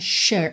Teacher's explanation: Aqui, é super importante lembrar que esse S vai ter som de SH ou X, né? Sure.